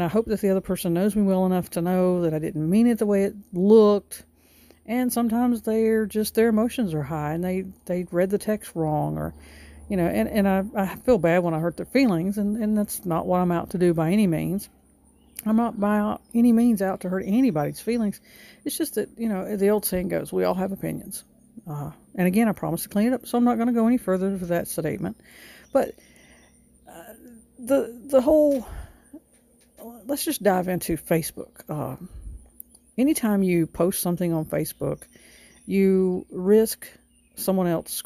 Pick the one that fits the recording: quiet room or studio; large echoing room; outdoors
outdoors